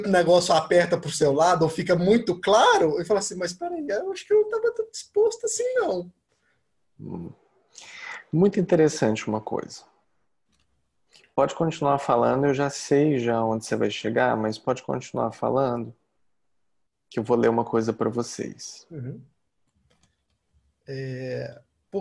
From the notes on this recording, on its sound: Online via Zoom